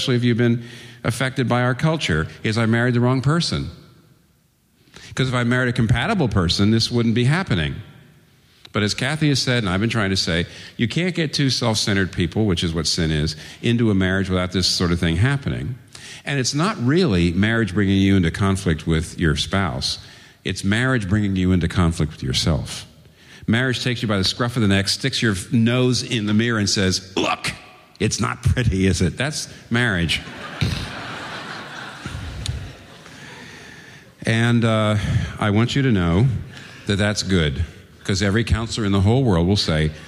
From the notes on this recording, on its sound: At Redeemer Presbyterian Church on March 30, 2012 for the conference "Marriage, Sex & Singleness Conference".